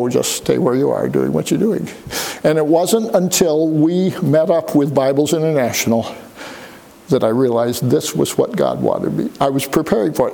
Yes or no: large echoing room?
yes